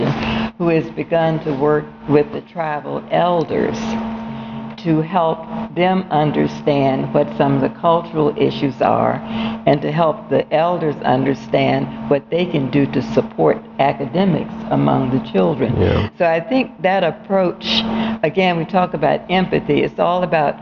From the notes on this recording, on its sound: Broadcast from Live Together, Learn Together’s conference in Washington, D. Broadcast from Live Together, Learn Together’s conference in Washington, D.C.